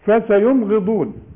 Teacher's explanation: نون بعدها غين ما تغنش ابدا في المصحف، ودي في كلمه واحده فسينغضون.